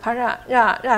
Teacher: ra 是四声加二声